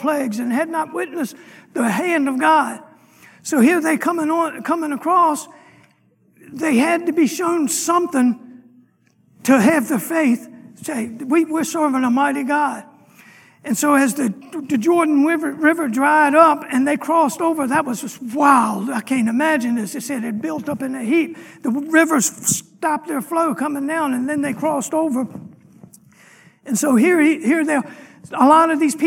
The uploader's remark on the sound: Sunday morning lecture